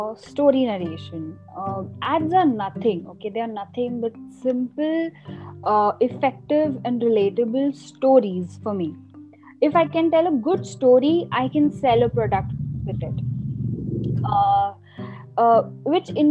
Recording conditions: video call